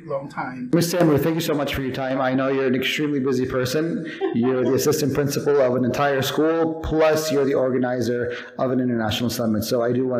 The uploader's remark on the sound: Live from Pompano Beach High School International Summit 2023. This week's episode was recorded at Pompano Beach High School International Summit and is made up of many different small interviews.